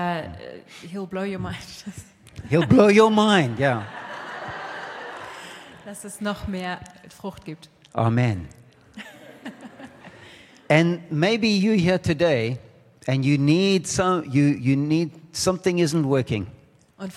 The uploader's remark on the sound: Saturday Evening Session of the 2023 Every Nation Campus Conference hosted by Every Nation Berlin